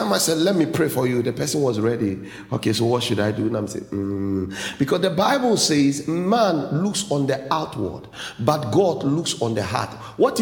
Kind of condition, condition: setting, large echoing room